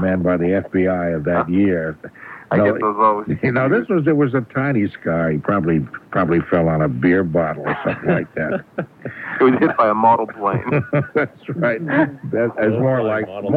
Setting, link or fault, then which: link, phone line